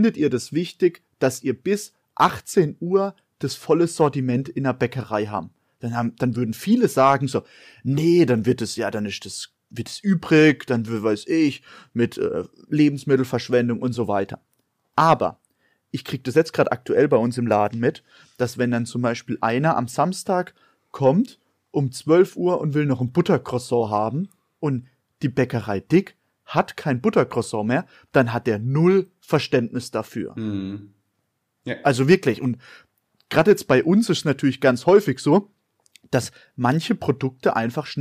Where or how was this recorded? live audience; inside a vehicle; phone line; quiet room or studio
quiet room or studio